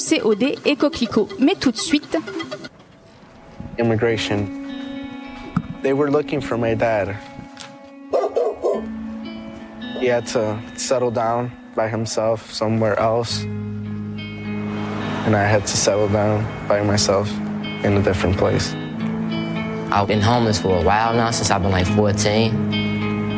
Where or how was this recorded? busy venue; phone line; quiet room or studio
busy venue